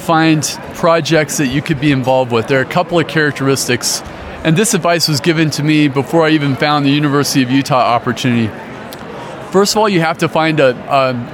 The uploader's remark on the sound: LIVE from the Private Practice Section Annual Conference in Colorado Springs, Colorado